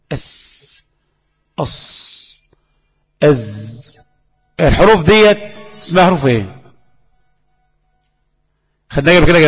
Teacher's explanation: أولها صفة الصفير، والصفير صوت يشبه صوت الطائر، واصطلاحا صوت زائد يخرج ما بين الثنايا وطرف اللسان